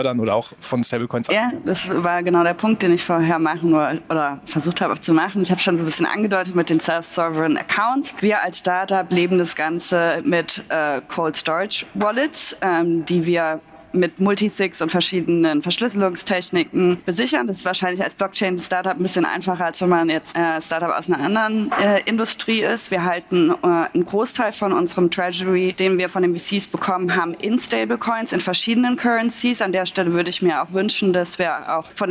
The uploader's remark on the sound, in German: Aufzeichnung des gleichnamigen Panels. Von der Payment Exchange 2023 in Berlin.